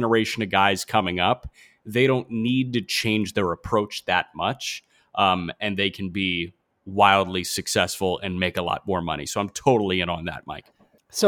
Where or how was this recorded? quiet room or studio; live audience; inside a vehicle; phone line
quiet room or studio